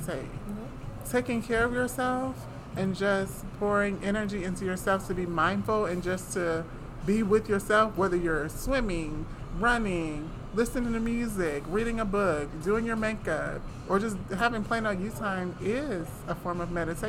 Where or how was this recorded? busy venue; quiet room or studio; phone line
busy venue